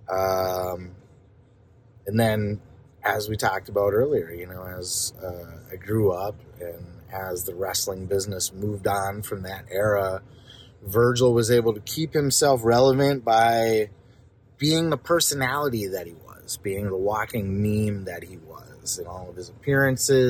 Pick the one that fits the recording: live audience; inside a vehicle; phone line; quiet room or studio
inside a vehicle